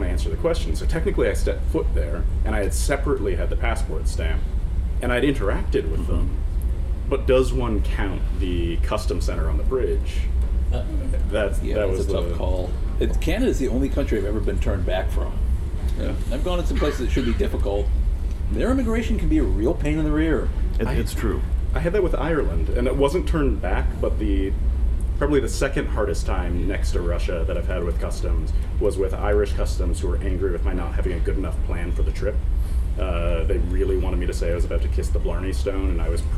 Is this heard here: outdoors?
yes